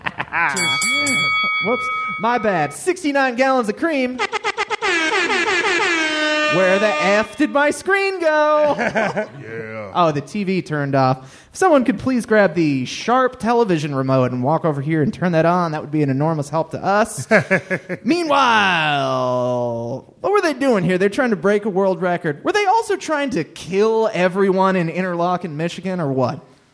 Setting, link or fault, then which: setting, live audience